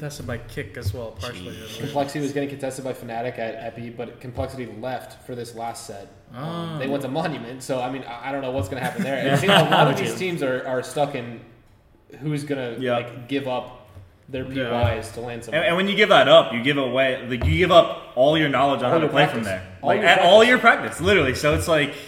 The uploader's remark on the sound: LIVE FROM BIRMINGHAM DAY 1